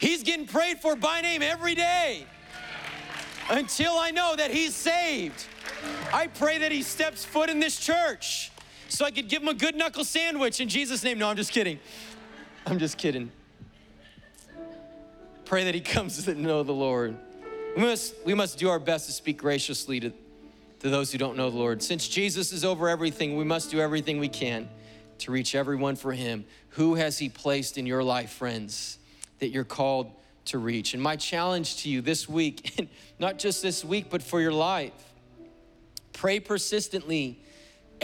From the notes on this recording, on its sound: Was preached on July 18th at the 11:30AM service.